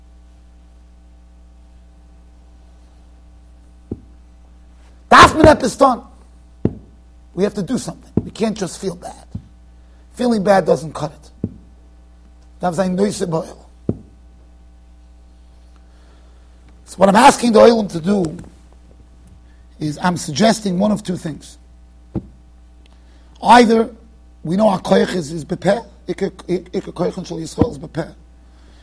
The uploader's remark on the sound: Shiur recorded in Yeshivas Ohr Reuven, Monsey NY.